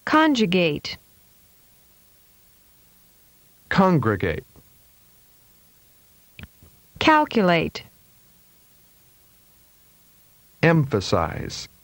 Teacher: three-syllable words where primary stress is on the first syllable and secondary stress is on the third syllable. Pitch is characterized by step changes.